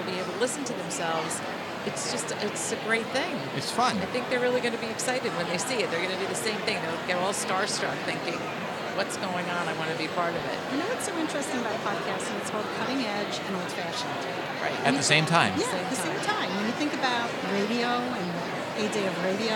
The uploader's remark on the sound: Long Island Library Conference Mini Episode. We were recording in a crowded hotel lobby so there is a lot of background noise but it still sounds good!! Thank you to the Long Island Library Conference for allowing us to record at their wonderful annual event!